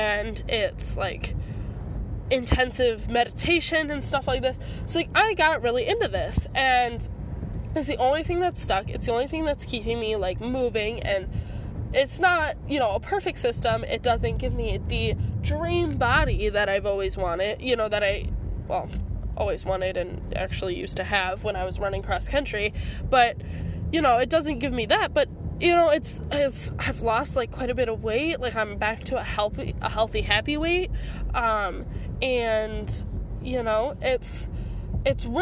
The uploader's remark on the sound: Audio journaling in my car